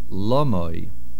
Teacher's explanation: The word is lomoi. The main accent is on the lamed.